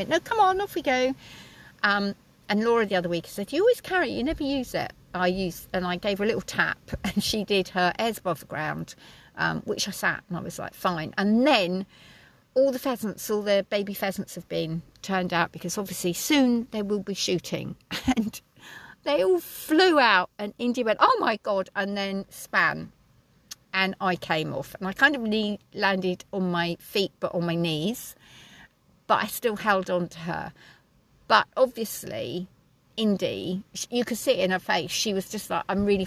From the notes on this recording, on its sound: audio quality not the usual standard as was in my truck as the wind and rain howelled around us so apologies